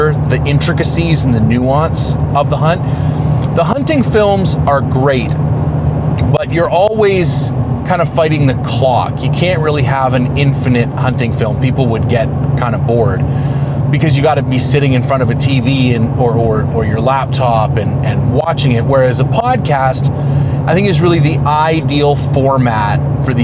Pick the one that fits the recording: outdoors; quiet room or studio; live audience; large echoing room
outdoors